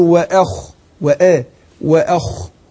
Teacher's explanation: فبنقول انا برقق الهمزة وفخم الخاء